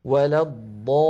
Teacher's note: اللام أيضا في كلمة ولا الضالين مشددة تتألف من لامين، اللام الأولى بين الرخوة والشديدة زمنها يحتاج إلى جريان ضئيل مساو للحم.